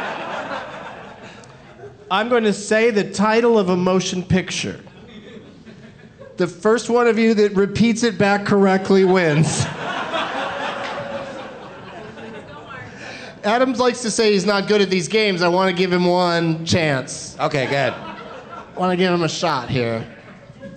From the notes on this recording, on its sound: Live from the Tacoma Comedy Club in Tacoma